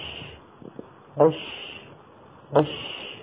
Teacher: أما الشين من قولنا أش أش أش فنلاحظ بأن الصوت ممطوط قليلا